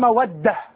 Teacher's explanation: ينبغي أن يقال مودة بإدغام الدالين